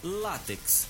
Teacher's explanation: com a sílaba tônica no lá · No entanto, na hora da grafia e também da pronúncia, deve-se dar atenção à sílaba tônica lá. É uma palavra paroxítona, pois a sua sílaba tônica é a penúltima, é o lá.